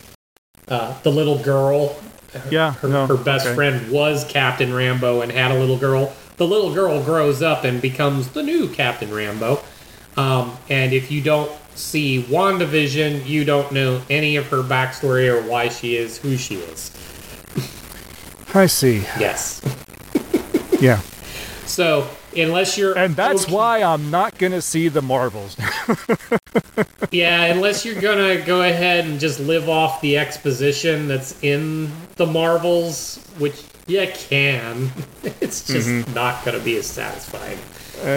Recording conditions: poor sound quality